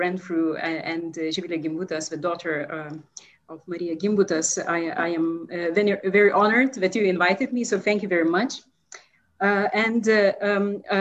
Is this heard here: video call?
yes